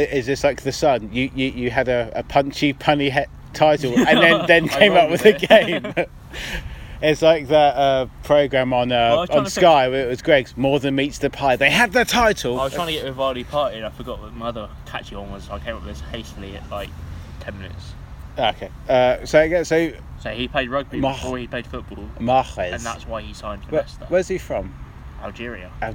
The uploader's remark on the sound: Recorded at the wavendon arms in Milton Keynes.